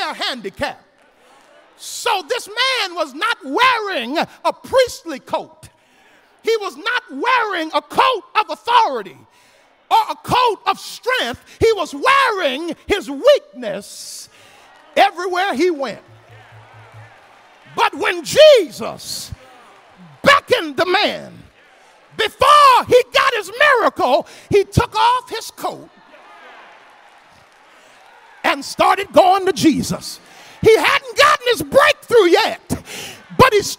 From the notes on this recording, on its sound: Lilly Grove Missionary Baptist Church, Houston, TX.